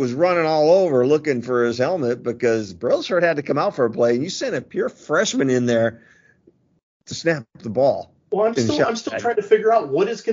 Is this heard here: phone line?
no